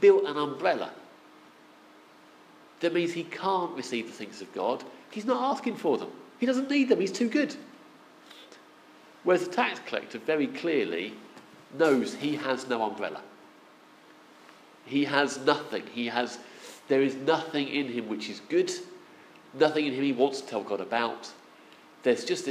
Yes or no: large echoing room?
yes